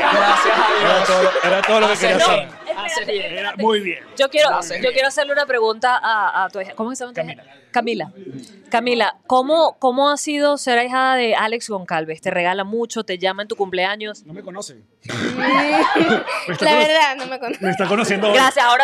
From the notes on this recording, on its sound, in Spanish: A tope en Madrid. Grabamos directamente desde Guasa Madrid junto a nuestros Patreoncitos.